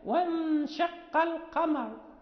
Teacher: مثلا إذا وقفنا على الراء المضمومة، يعني مثلا وانشق القمر، نأخذ قليلا من الحركة ننطق بضمة خفيفة، هذا هو الروم